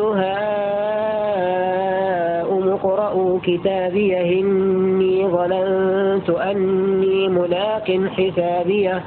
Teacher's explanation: نقل حركة الهمزة إلى الهاء وحذف الهمزة